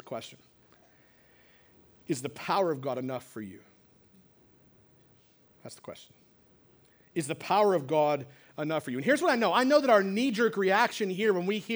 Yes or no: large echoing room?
yes